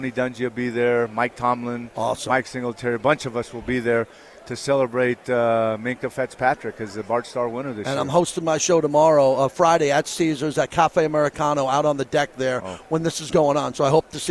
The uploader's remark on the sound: LIVE FROM RADIO ROW